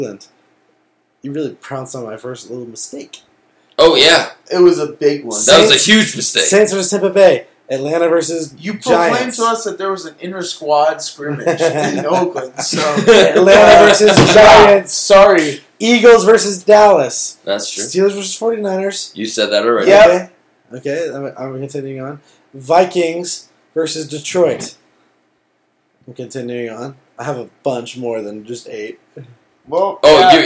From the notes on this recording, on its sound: After a long night of drinking during the "year of the booze". The sound isn't the greatest and we get drunker as it goes.